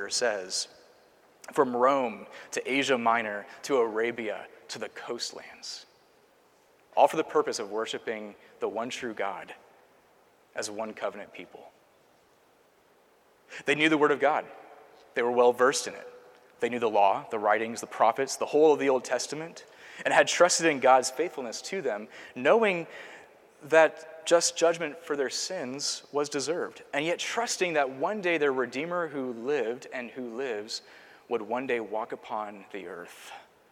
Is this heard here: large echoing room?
yes